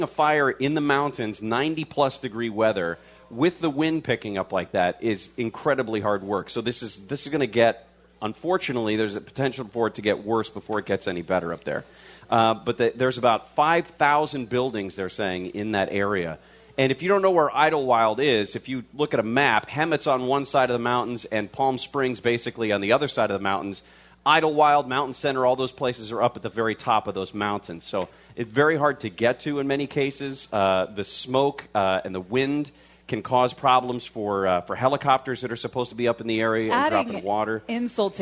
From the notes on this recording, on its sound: News and Brews LIVE from the HQ Gastropub Huntington Beach